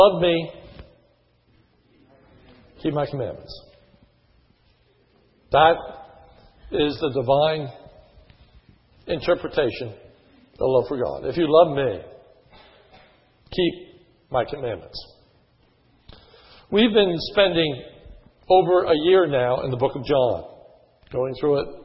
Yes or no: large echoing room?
yes